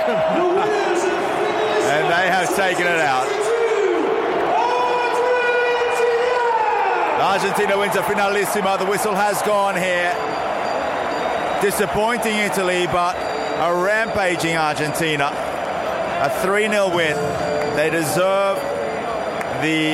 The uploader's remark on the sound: live from Wembley